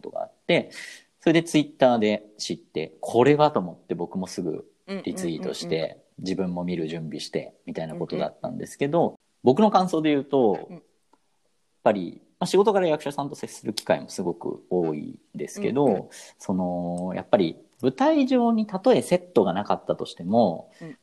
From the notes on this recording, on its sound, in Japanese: 出演者が全員自宅からzoomにアクセスして読み